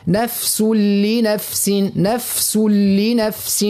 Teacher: تنوين ومن بعده اللام، هذا ادغام كامل بغير غنة، نعملوه سهل وما نشدوش، ما نقولوش نفس لنف نفس لا نفس لنفس نفس لنفس.